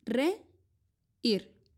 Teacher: La palabra reír es un hiato. Las sílabas se pronuncian de forma separada. Re, ir.